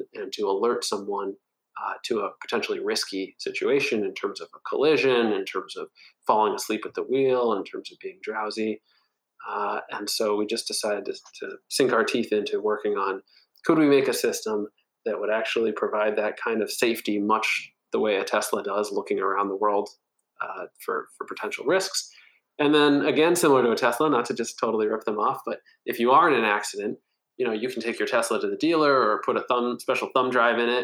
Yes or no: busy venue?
no